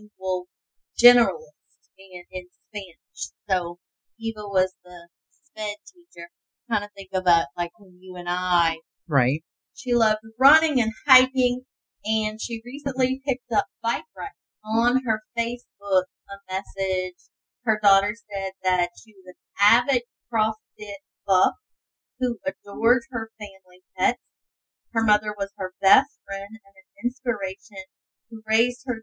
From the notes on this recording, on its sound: Excuse the audio, first timers here